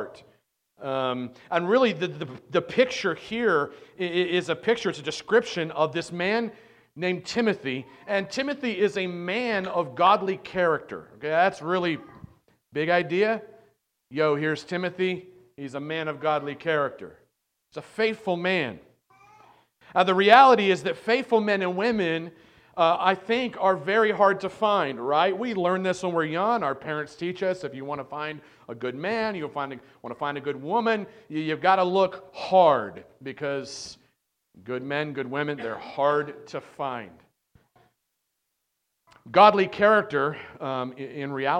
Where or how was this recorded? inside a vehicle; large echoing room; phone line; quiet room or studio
large echoing room